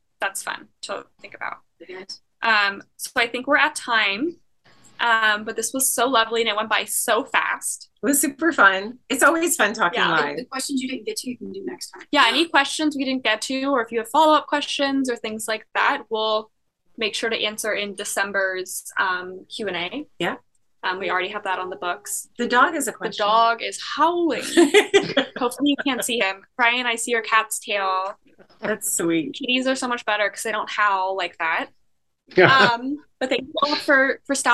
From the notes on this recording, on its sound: Earlier in November we had our last live zoom event of the year with Patrons.